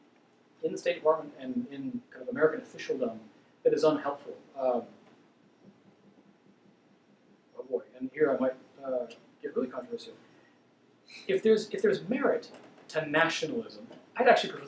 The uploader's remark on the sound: This lecture occurred at The Institute of World Politics on February 15, 2017.